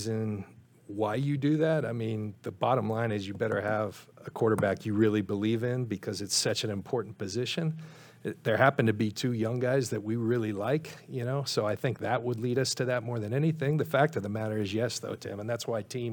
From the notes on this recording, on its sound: Press Conference.